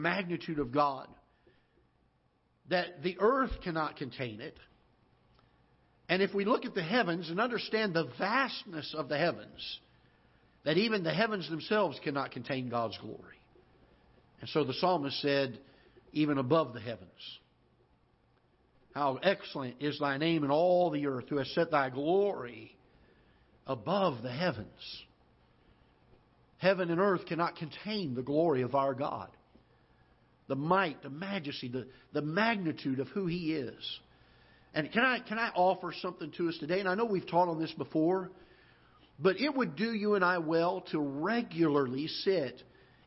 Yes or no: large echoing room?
yes